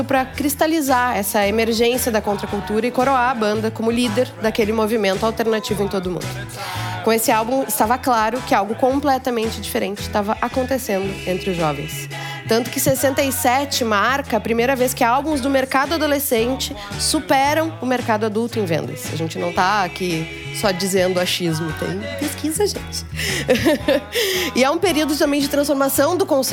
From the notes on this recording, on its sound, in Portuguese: O programa, gravado na Fábrica do Futuro com plateia presencial.